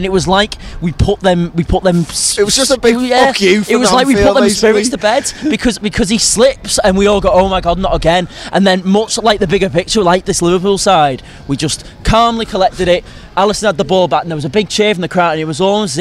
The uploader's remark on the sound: The lads are outside Anfield